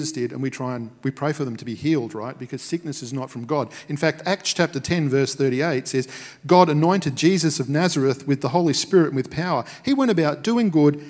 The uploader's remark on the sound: Recorded at Restore Church on the 16th of May 2021.